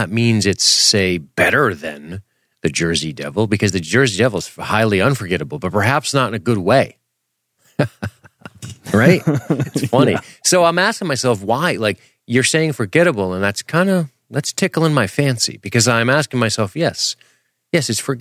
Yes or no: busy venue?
no